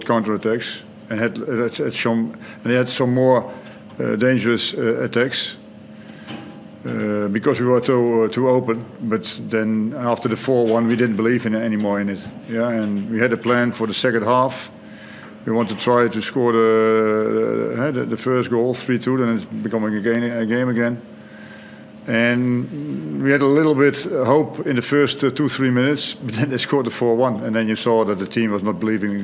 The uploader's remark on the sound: Post-match Press Conference